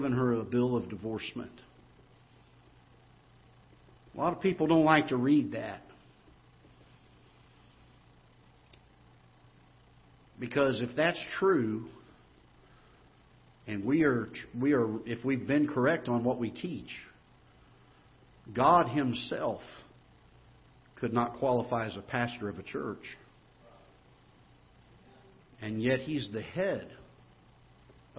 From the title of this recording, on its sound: Ketha Heights Baptist Church ~ Live Broadcast